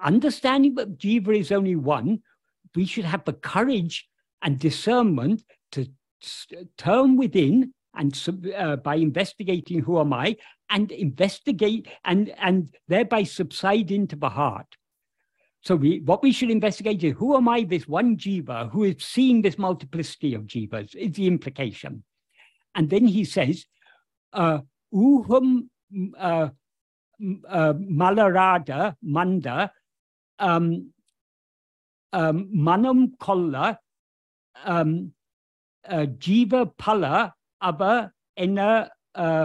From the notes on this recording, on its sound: In a Zoom meeting with the Ramana Maharshi Foundation UK